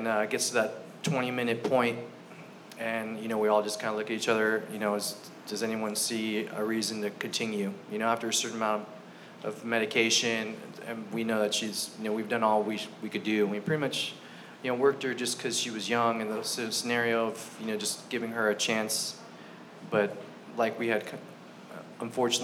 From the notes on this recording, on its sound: This live storytelling open mic event took place at Fox Coffeehouse in Long Beach, Calif.